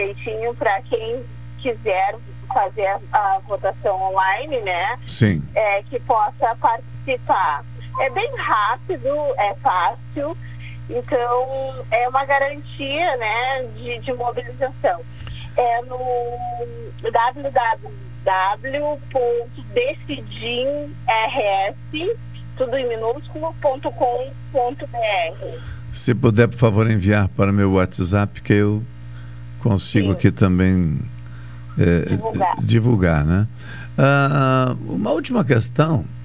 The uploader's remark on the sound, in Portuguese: Participação: Por telefone